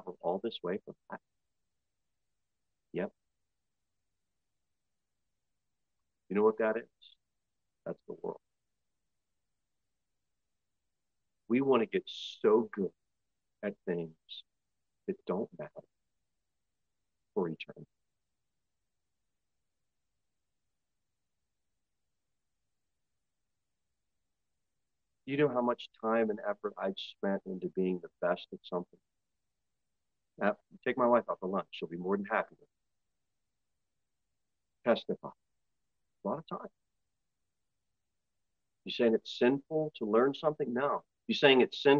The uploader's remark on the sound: Sermon delivered at Pilgrim Baptist Church on Sunday, April 30, 2023, at 11:15 am.